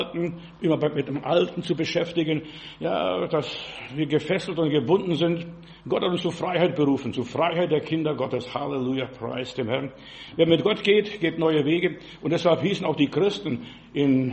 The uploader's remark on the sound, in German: im Gemeinde-Zentrum in Berlin aufgenommen